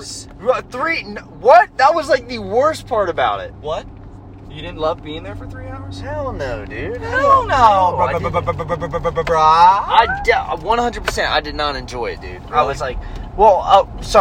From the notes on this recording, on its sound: On the Road. We driving AGAIN!